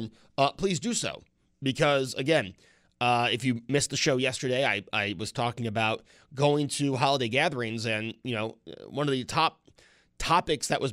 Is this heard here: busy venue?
no